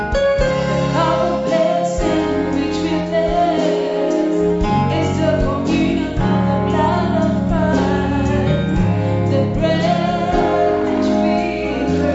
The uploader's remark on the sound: Preached at bthe Victory Secrets Service 1 - The Makarios Cathedral, HQ